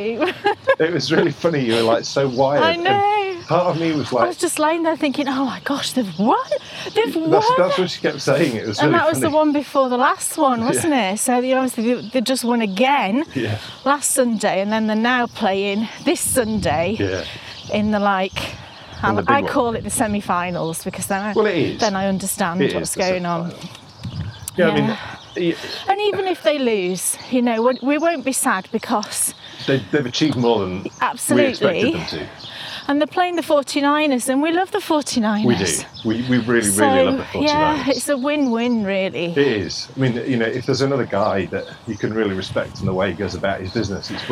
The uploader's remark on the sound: Head out for a winter walk